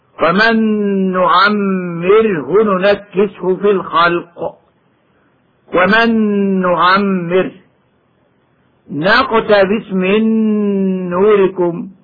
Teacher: إدغام النون في النون بعدها · Term: الإدغام بغنة